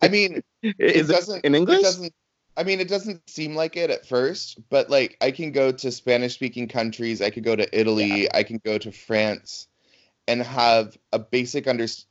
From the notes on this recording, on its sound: Today we get to Skype with one of my favorite queens in the whole world